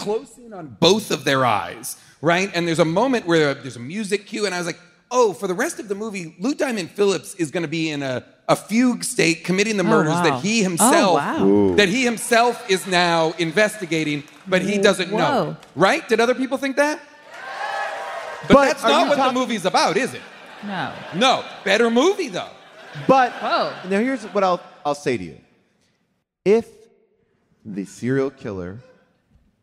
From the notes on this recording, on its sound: LIVE from the Chevalier Theatre in Boston. In the theater during the audience Q&A.